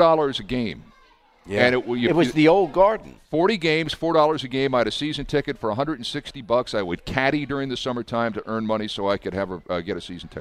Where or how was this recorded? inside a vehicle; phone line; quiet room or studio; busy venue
busy venue